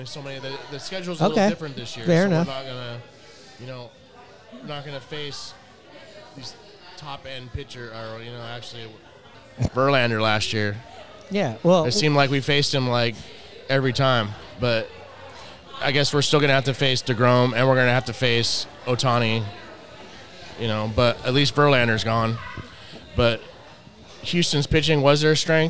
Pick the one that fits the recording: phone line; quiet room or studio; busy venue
busy venue